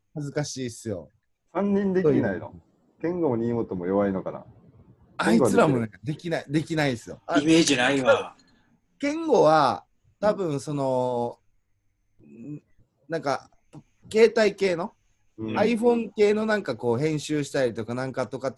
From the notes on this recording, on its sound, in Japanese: なかなか3人で集まれない中、このご時世らしくZOOMでステイホームしながら風を吹かせてみました。